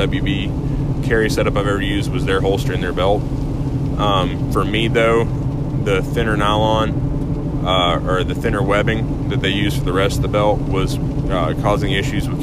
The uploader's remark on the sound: Was recorded in truck on my way to work this morning so i apologize for any audio quality issues.